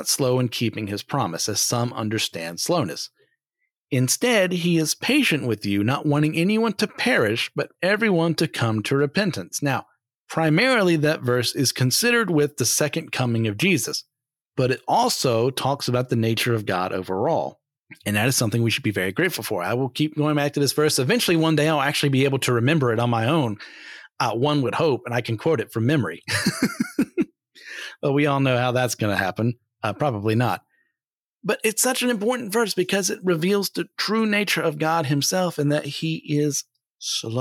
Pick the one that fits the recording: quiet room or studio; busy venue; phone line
quiet room or studio